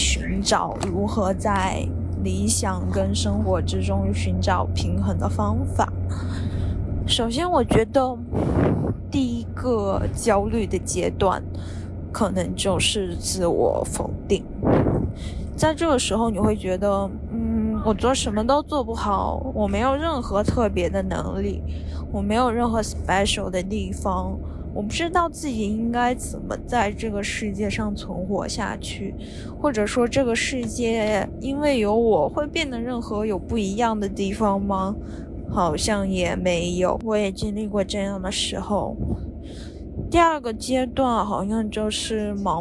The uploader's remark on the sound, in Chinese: 在伦敦醉酒/散步才是正经事。录制于和朋友喝完酒后回家途中，因此会有地铁和公交车以及风声的杂音。